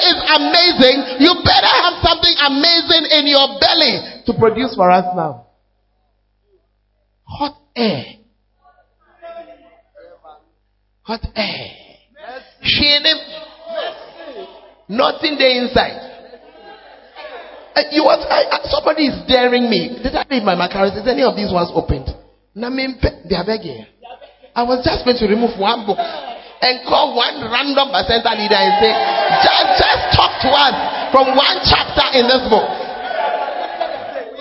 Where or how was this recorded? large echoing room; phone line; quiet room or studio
large echoing room